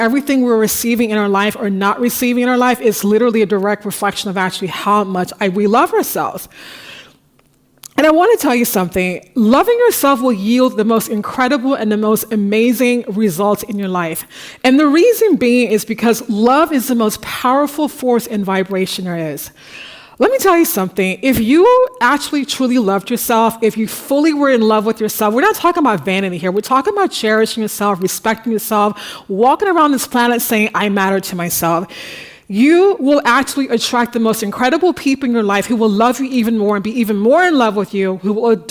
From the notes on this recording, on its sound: The Paris Talks audience at the Bibliothèque Nationale de France in March.